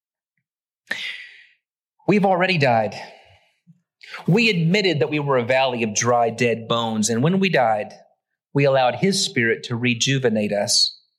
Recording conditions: large echoing room